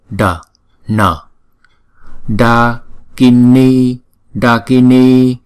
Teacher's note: chúng ta cong lưỡi lại và búng ra D. Và chữ N cũng vậy, cong lưỡi lại búng ra N.